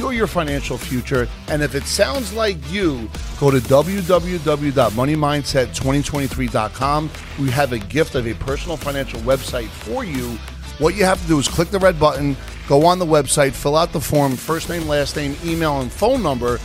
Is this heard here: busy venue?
yes